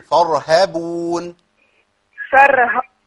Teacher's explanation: الراء هنا مفخمة لأنها ساكنة